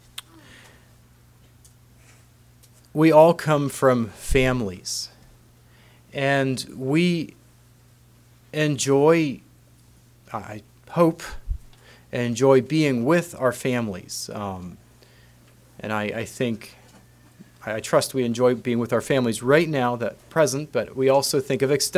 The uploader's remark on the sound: Message preached at Word of Hope on Sunday February 11, 2024